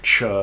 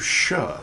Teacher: the French gradually changed their pronunciation of CH from Ch to Sh